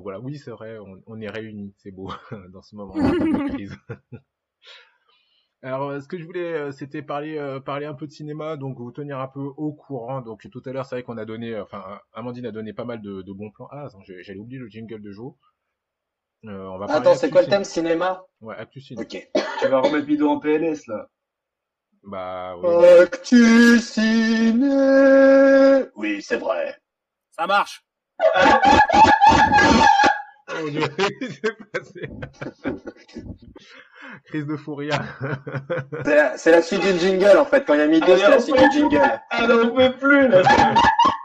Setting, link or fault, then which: fault, poor sound quality